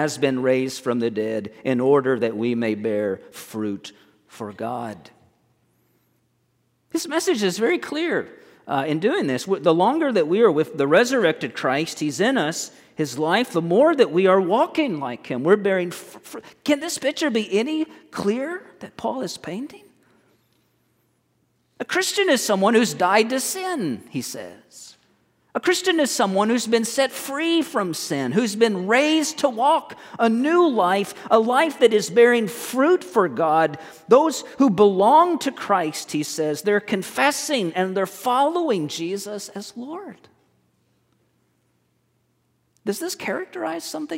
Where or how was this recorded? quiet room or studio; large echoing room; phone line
large echoing room